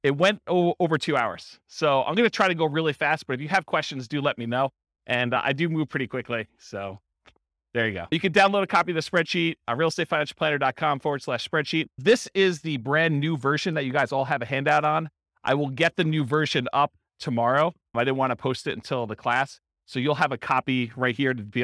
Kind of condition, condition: setting, live audience